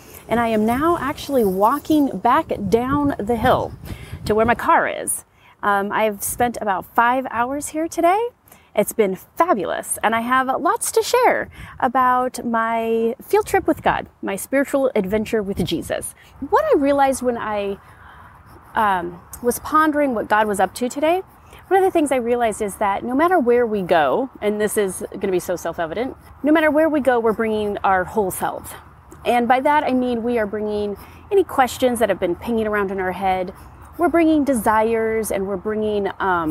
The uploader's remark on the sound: You'll notice the sound quality shifts when she goes from outside to inside -- but it's always clear.